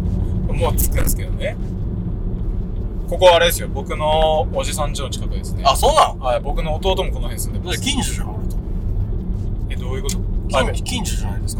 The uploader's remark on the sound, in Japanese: ドライブしながら編